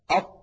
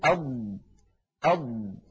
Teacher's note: نجد بأن قطعة من اللسان قد انطبقت على غار الحنك الأعلى · Term: الإطباق